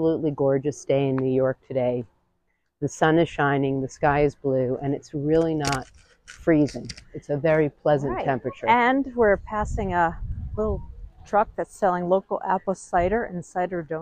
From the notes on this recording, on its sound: A VERY WINDY Walkway Over the Hudson, Poughkeepsie to Highland, New York. The Walkway Over the Hudson, which opened in 2009, is a former railroad bridge that was transformed into a highly used walkway for walkers and cyclists. It was extremely windy, and we apologize in advance for the disruption it causes in the middle of the podcast, despite our new wind – shielding microphones!